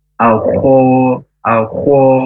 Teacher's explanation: huruf kho itu dari tenggorokan yang paling atas dan mendengkur, ya, ada tafkhimnya juga.